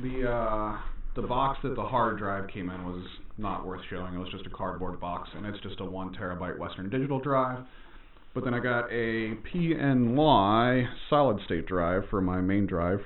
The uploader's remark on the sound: Side note, this episode sounds like crap.